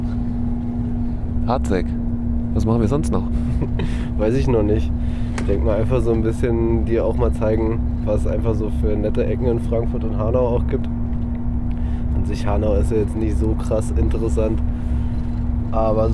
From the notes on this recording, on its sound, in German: stromern durch das Bahnhofsviertel, schneien im Dosenladen vorbei, malen eine Wand und ihr seid quasi live dabei